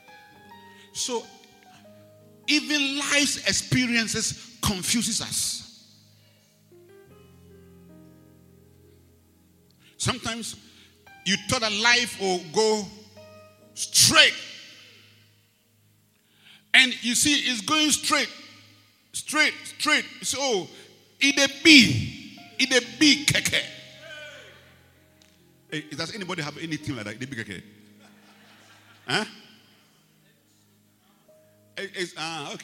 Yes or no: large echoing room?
yes